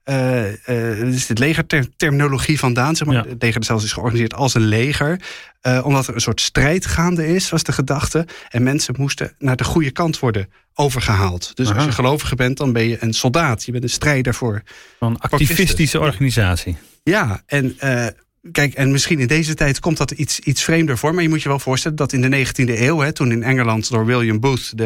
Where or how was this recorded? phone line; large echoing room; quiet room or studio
quiet room or studio